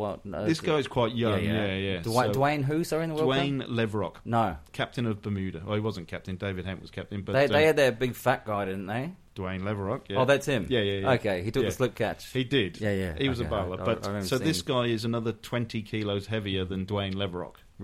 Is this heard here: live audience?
no